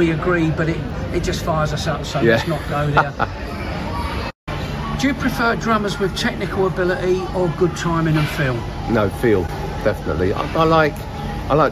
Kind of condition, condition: setting, busy venue